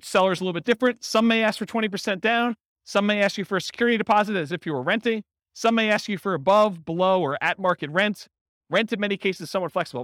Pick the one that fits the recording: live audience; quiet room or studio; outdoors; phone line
live audience